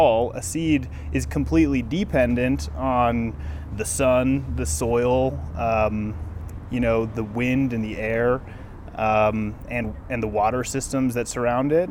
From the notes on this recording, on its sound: This Seed Story was recorded at the Mountain West Seed Summit during SeedBroadcast's Seed Story Workshop.